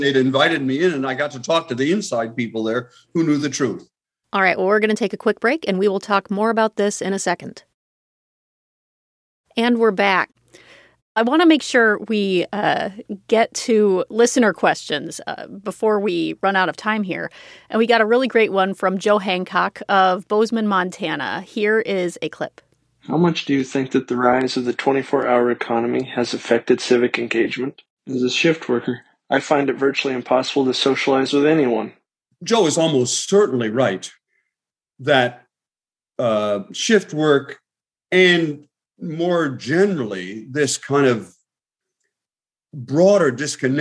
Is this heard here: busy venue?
no